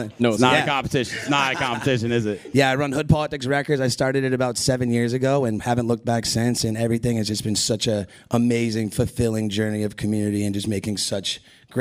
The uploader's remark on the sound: Live from ADE